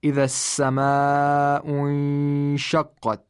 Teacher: the Noon sound is not produced completely and manifestly. It's produced like not completely, incompletely, okay? · Term: Noon Sakin